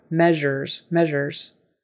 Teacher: You may hear measures, but it's measures, measures. And that S in the middle is a ZH kind of sound. Z, z, z.